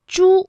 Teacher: 它这个舌尖呢是要抵住或者是接近硬腭的前部来发音的